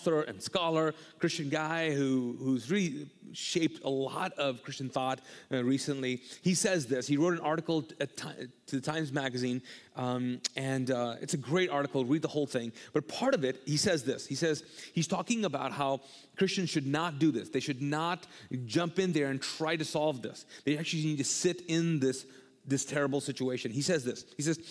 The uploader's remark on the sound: All episodes on this channel are recorded live from the Mosaic Church "Hope Center" in Charlotte North Carolina.